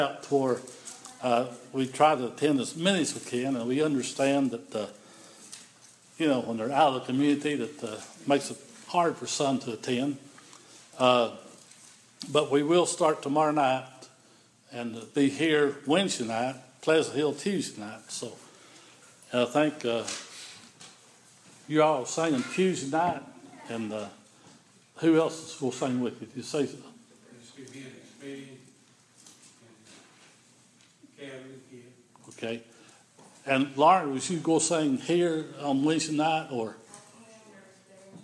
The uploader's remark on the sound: This is an audio recording of the Sunday worship service at Persia United Methodist Church in Rogersville, TN